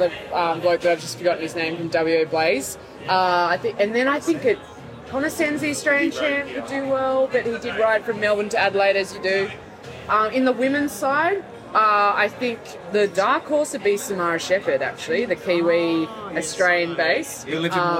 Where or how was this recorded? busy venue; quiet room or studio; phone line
busy venue